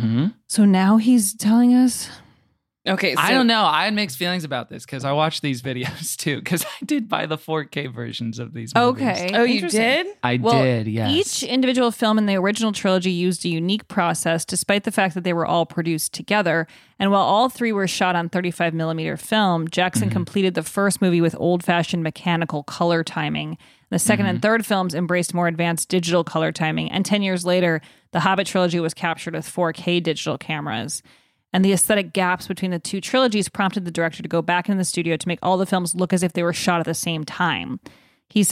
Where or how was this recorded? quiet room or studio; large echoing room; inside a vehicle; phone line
quiet room or studio